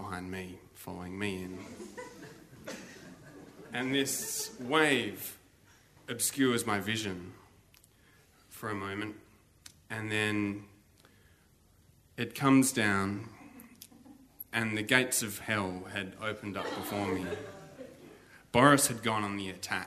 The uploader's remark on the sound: Barefaced Stories are told live on stage at a tiny pub in the huge state of Western Australia.